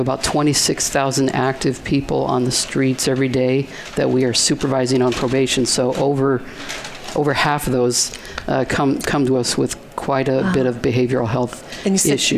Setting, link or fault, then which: setting, busy venue